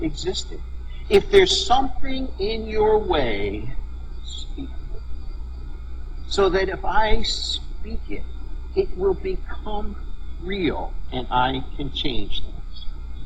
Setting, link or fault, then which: fault, poor sound quality